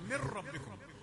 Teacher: ده إدغام بغير غنة، وتظهرش النون